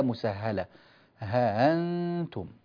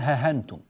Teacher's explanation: التسهيل هو نطق الهمزة بينها وبين أصل حركتها. الهمزة مفتوحة نبدلها بين الهمزة والألف · Shown in: first take